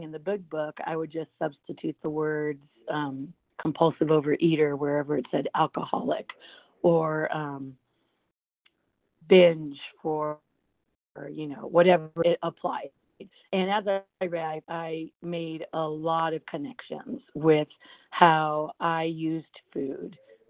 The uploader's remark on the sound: from the 100 Pounders Phone Meeting on 12/17/20